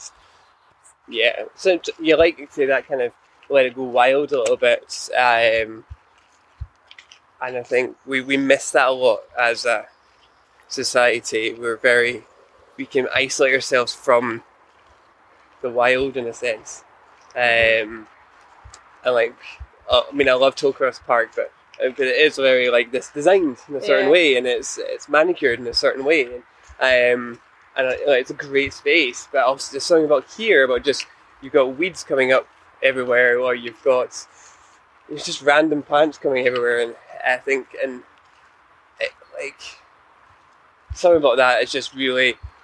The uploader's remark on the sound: On a riverside adventure by the Clyde. Continues their journey along the River Clyde with an afternoon cycle.